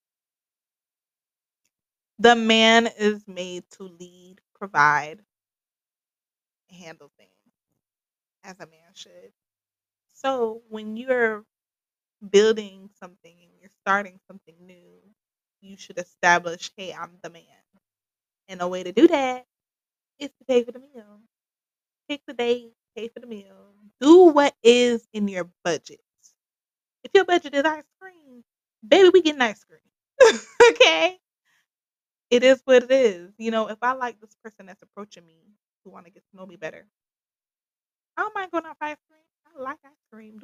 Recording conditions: poor sound quality